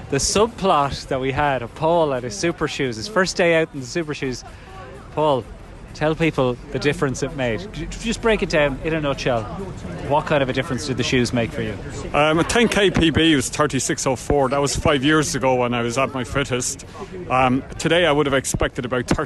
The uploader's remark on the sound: We also grabbed some sights and sounds from the Vitality event just hours before recording this chat.